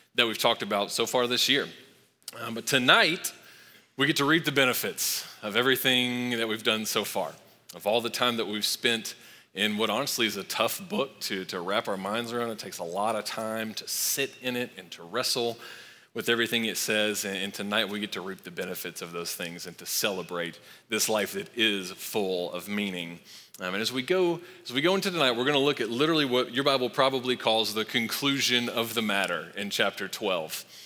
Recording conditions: large echoing room